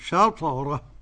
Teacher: قلقلة الطاء والقلقلة جهة الفتح